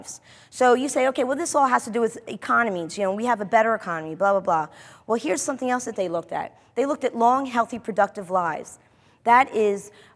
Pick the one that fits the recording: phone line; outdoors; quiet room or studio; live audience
live audience